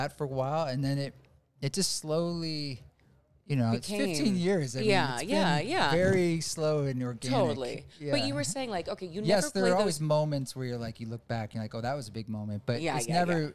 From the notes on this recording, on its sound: This abridged episode was recorded at DoubleBlind Magazine's first psychedelic festival Mycologia.